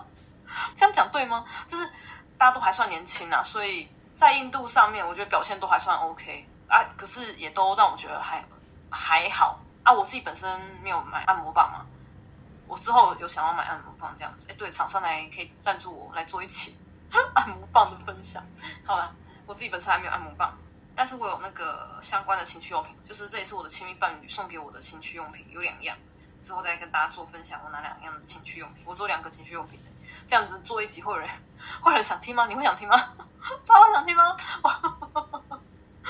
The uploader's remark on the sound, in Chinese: 但因為這次硬碟出了點問題，所以二次錄音下沒有收音的很好。如果有聽到一些雜音也請多多包涵。